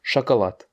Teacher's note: Donc le chocolat, bien les O de chocolat, ce qu'on a en français, en russe, ça s'écrit chocolade, mais ça se prononce chocolat, parce que les O ne sont pas accentués. Donc les O n'étant pas accentués, on va dire chocolat.